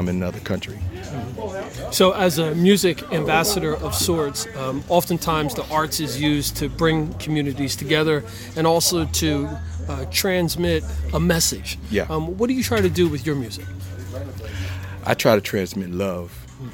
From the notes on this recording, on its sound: before his performance in Trenton NJ at the Battle Of The Bands Event